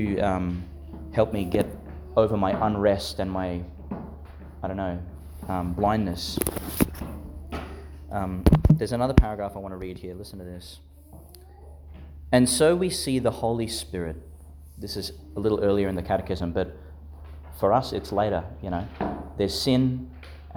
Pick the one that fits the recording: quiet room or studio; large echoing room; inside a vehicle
large echoing room